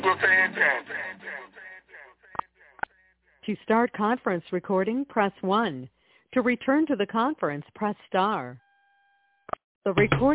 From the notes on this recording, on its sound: TNTSuperfantastic Conference Call